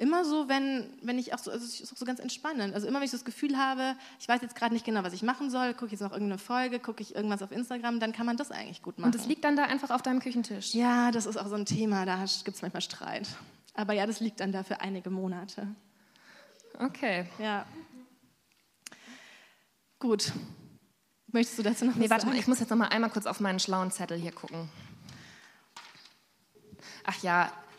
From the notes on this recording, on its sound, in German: Unser erster Live-Podcast aus dem Timberland Studio Berlin!